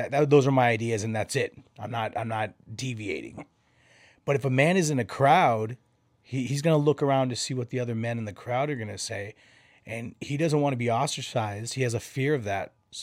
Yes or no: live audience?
no